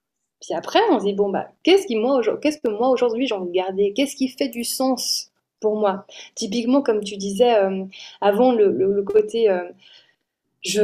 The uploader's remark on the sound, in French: Je vous invite à découvrir ou redécouvrir les interventions magnifiques enregistrées en Mars 2022, lors du Sommet Virtuel "Take It Féminité : être une femme active et émotive en 2022".